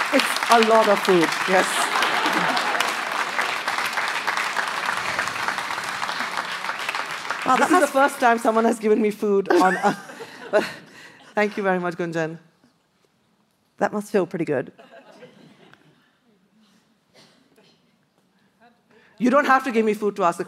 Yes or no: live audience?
yes